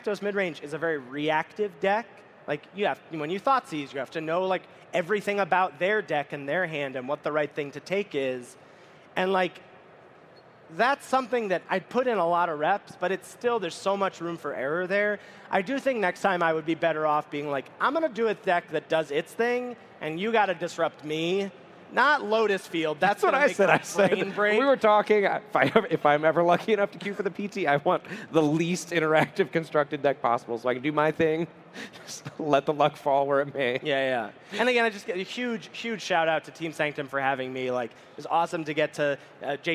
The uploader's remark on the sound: Live From Magic Con Chicago. We are coming to you LIVE from the main stage at Magic Con Chicago.